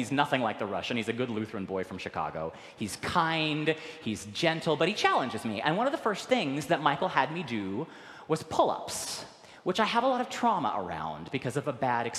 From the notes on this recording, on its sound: recorded live at the 10:00am service on Sunday, August 13, 2023